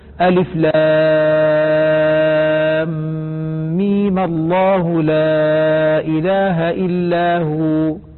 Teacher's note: فلما حركنا ميم ألف لام ميم بالفتح بقيت لام لفظ الجلالة مغلظة